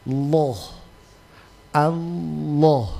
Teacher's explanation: Kalau ada tulisan Allah, ya, tulisan Allah baru sebelum kata Allah itu harokahnya berharokah fathah atau dhammah, maka otomatis lamnya ditebalkan. Lamnya ditebalkan berarti naikkan pangkal lidahnya.